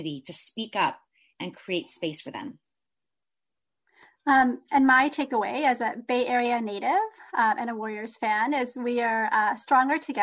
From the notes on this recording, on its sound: This program was recorded via video conference. By the Commonwealth Club of California.